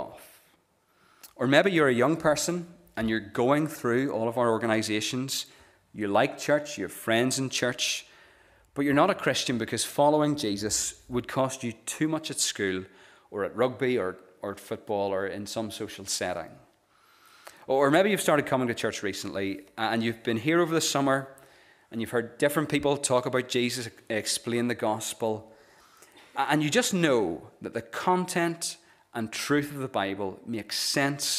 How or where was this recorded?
large echoing room